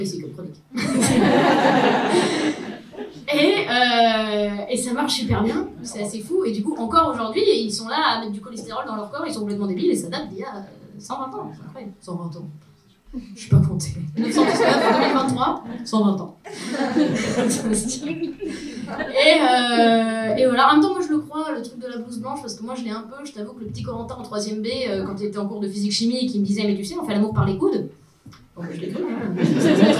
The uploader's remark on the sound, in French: Enregistré en live dans les Comedy Clubs partenaires de Marrant. Collectif qui organise des soirées stand-up dans les bars lillois.